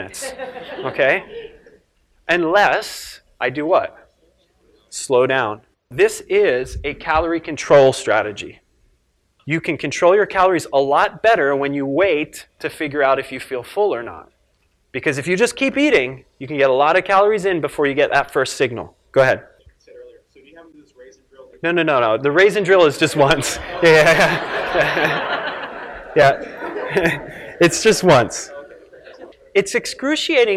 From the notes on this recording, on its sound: filmed live at the 2011 Perform Better Summit in Long Beach, California